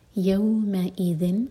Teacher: یوم میم لائٹ، اس کے بعد حمزہ کا کٹ آف ساؤنڈ، یومئذ. ذال کے لیے ہماری زبان اوپر والے دانت پر ٹچ ہوگی اور تھوڑی سی ٹپا ہوگی، اس کو ز کا ساؤنڈ نہیں دینا، اس میں بزنگ ساؤنڈ نہیں آتا ہے، یہ ہے ذال.